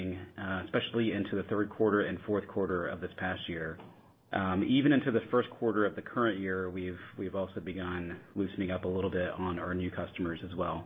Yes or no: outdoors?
no